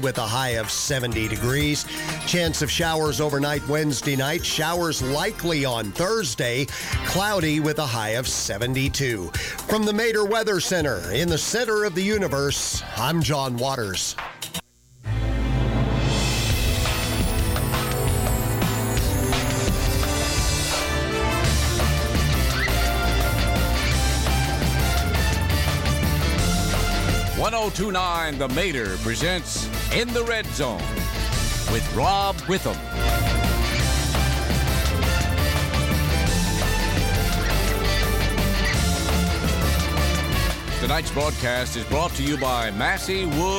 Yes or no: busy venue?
yes